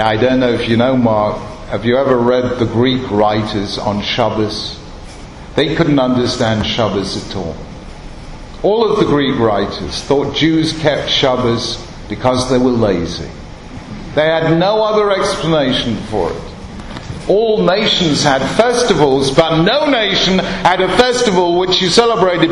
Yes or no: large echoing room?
yes